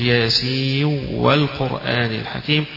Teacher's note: أدغم النون ياسين النون اللي في آخرها بالواو اللي في أول والقرآن الحكيم